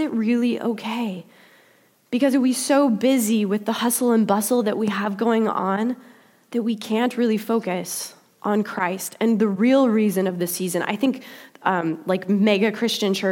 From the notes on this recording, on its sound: Delivered during the Contemporary Worship service.